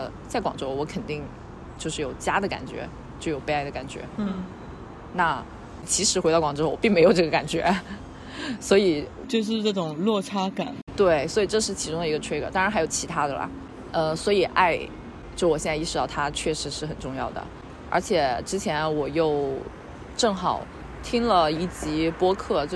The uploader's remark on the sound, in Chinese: 本期播客是在马路边录制的即兴聊天，会有各种各样人间杂音，也可能会有一些录制得不是特别清晰的地方